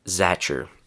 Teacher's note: Almost every time we have the t sound and then a long u sound, we reduce this combination to ch.